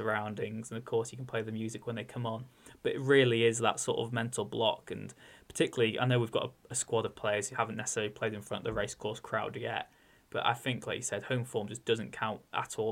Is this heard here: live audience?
no